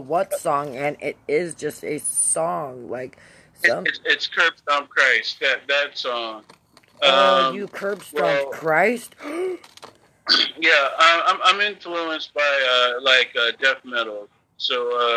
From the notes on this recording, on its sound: a phone chat